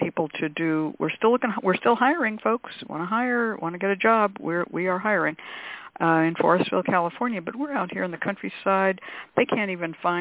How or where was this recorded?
phone line